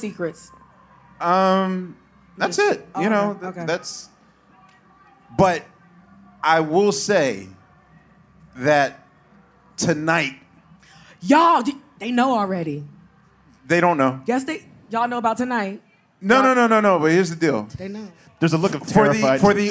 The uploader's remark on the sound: QLS Live From The 2023 Roots Picnic. Recorded on stage at Philadelphia's Mann Center. Thoughtful questions from a live audience.